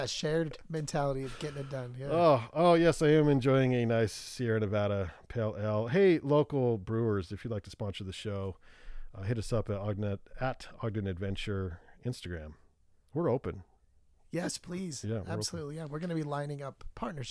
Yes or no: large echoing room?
no